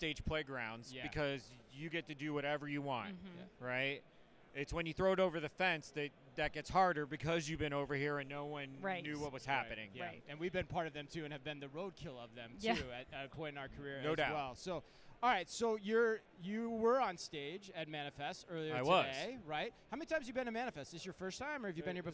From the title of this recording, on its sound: Live From Manifest 2024